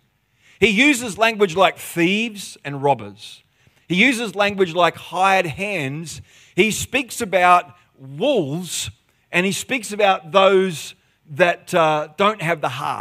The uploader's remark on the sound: The live stream of Destiny Church Atherton.